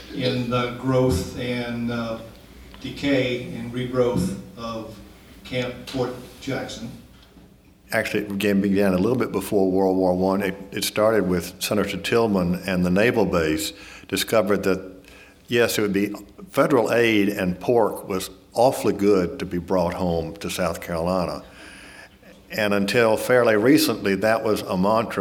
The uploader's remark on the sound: This public conversation was recorded as part of a series presented in January and February, 2018, and sponsored by the USC College of Arts and Sciences.